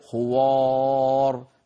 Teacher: يخشى أن يقول القارئ خوار فيفخم مع الخاء الواو والألف اللي بعدها، هذا لا يصح أبدا.